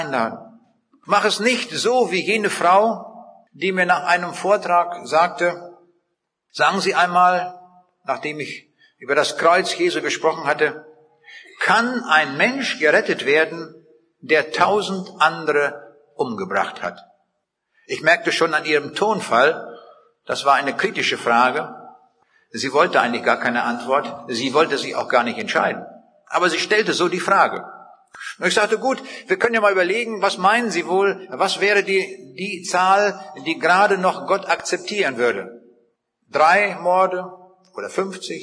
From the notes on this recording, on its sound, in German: Vortrag, den er 2006 in der Seidenstickerhalle in Bielefeld gehalten hat.